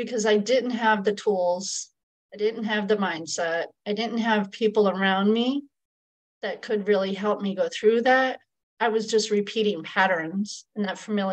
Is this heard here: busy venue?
no